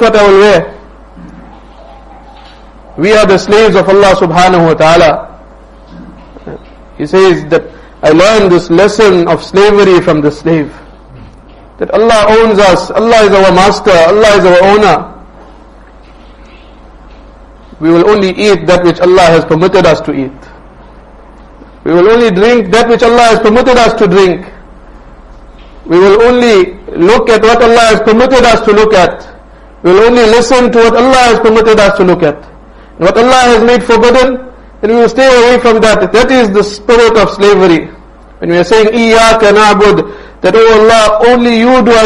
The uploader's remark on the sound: Jumuah lecture at Rockford Musalla